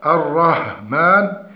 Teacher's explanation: يقلب الحاء إلى هاء الرهمان، أو خلط الحاء بالهاء الرحمن، والصواب ضبط مخرجها من وسط الحلق، ولا نقل الرحمن.